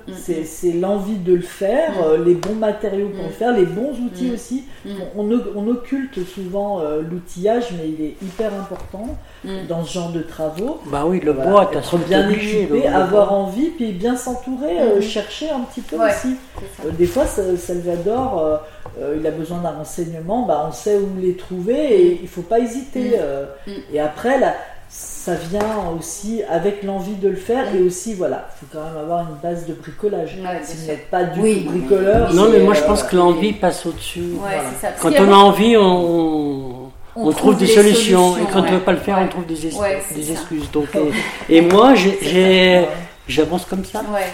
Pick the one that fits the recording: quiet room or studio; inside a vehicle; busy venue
busy venue